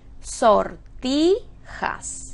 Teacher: ¿Dónde tenemos la sílaba tónica? en ti, que es ti la penúltima. · Term: palabra grave